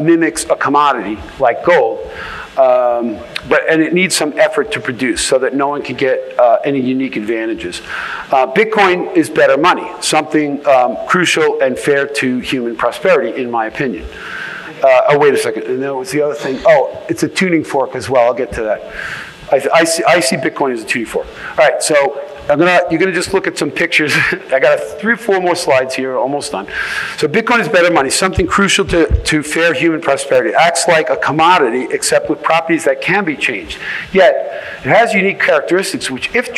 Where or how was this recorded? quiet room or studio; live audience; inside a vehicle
live audience